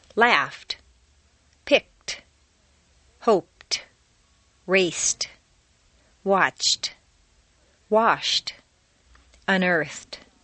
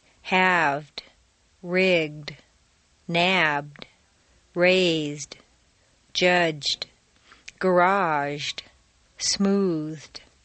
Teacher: T replaces D in the past tense after an unvoiced consonant sound · Shown in: first take · f, k, p, s, ch, sh, f, except T.